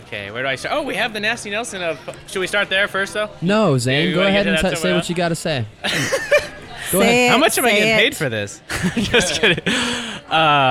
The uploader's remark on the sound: Live from the 2019 Beer City Open Pre-Party at Perrin Brewing. LIVE from the Perrin Pre-party for the 2019 Beer City Open Pickleball Tournament!